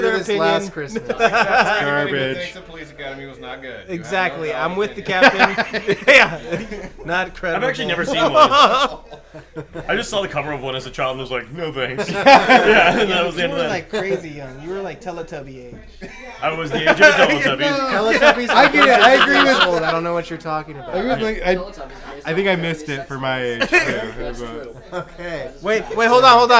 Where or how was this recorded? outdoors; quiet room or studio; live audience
live audience